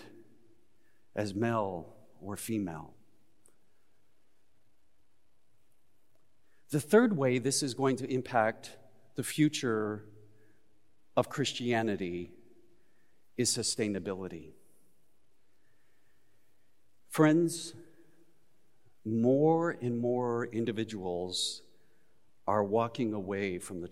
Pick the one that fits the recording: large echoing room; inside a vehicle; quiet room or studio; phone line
large echoing room